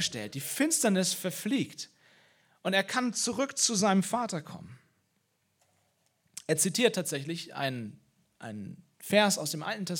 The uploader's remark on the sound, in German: Osterpredigt aus dem Leipzigprojekt.